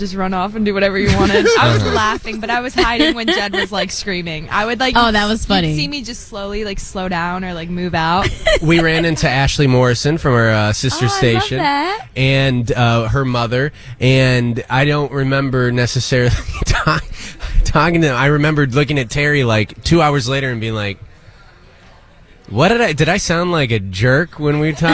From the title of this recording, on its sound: Live... From Walt Disney World!